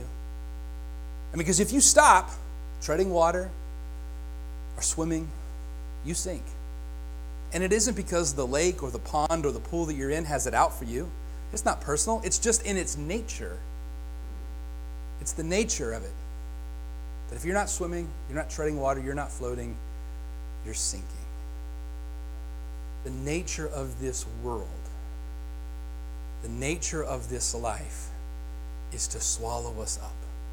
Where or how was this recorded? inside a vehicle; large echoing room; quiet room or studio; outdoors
large echoing room